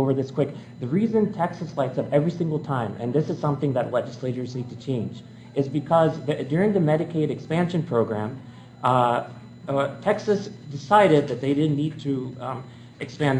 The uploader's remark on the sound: This is the live lecture that I delivered at the American Public Health Association